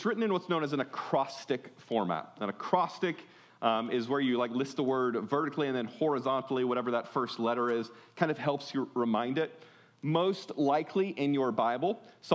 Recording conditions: large echoing room